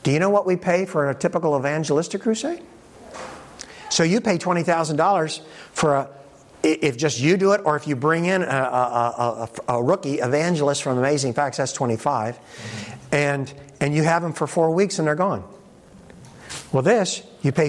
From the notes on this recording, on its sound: In this presentation from the 2023 Propel Conference.